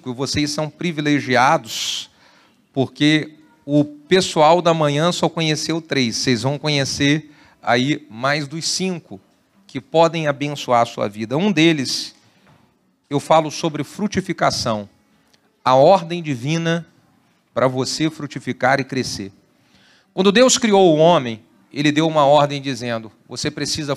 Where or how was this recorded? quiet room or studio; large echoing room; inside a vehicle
large echoing room